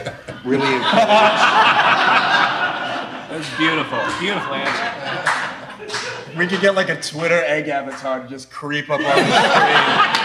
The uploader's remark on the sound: The Q&A panel after the world premiere. The premiere took place at Code & Supply’s Abstraction conference in Pittsburgh, PA.